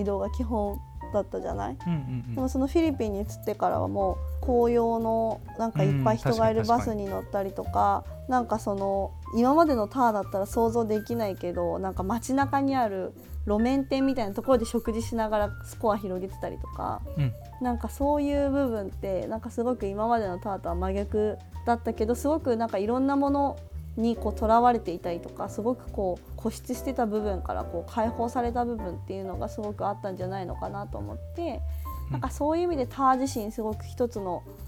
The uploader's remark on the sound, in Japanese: 収録時のミスで衣擦れ音が入っております。